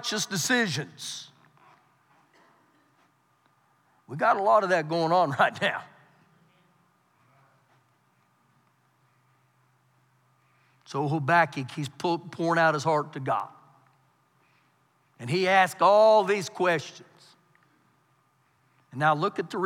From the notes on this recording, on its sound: Recorded live during our Wednesday night service